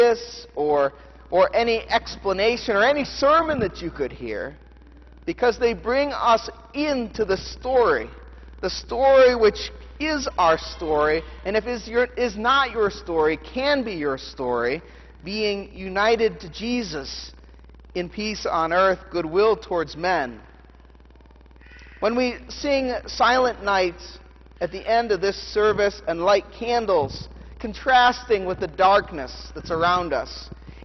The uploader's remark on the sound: The Sermon from the Candlelight Christmas Eve Festal Eucharist service